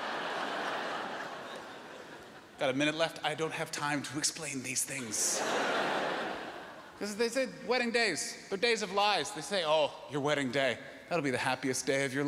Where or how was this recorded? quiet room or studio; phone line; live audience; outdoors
live audience